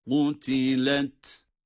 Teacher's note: Kaf kalın, sonda ta kendi sesiyle, sükun sesiyle okunuyor, duyuruluyor tabii ki ta sesi.